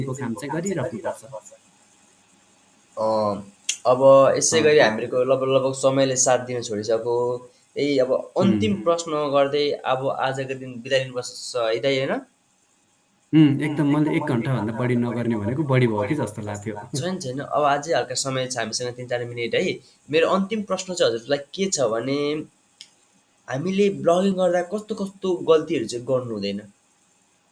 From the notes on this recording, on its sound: Apologies for the sound quality!